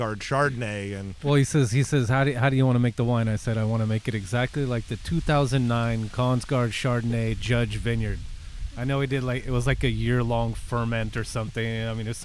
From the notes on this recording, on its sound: We sat outside on the back deck, apologies for the windy background.